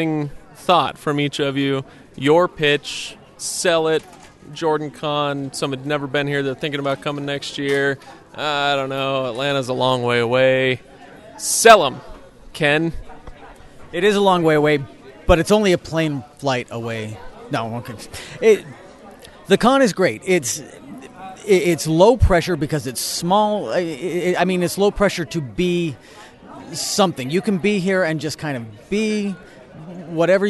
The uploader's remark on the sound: Live at JordanCon 2019